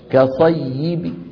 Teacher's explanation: نحذف التنوين ونقف ببعض الكسرة · Term: الروم